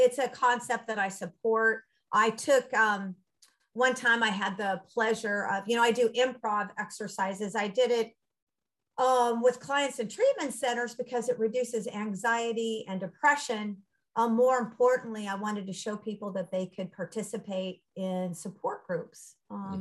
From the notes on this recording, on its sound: Recorded 10.13.2021 from Raleigh, NC & Charlotte, NC on Zoom.